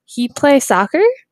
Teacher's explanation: And hopefully the student would self-correct with the he plays soccer after the teacher repeats with a kind of like a question, ending in a question tone, intonation.